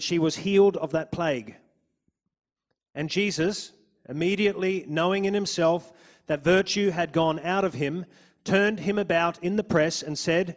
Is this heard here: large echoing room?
yes